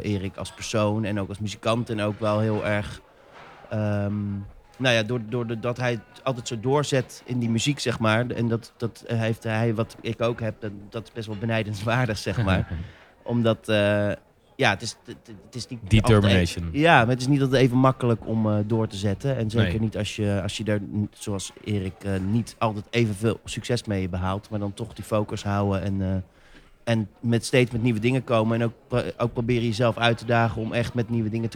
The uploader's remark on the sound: Recorded live at the International Film Festival Rotterdam